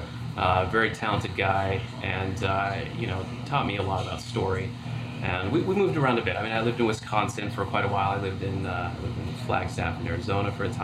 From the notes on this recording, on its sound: Courtesy of Disney's IMX Lab, and recorded live at the Disney Accelerator.